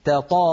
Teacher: التقى في النطق بارك الله فيكم حرفان هما التاء والطاء وهما من المخرج نفسه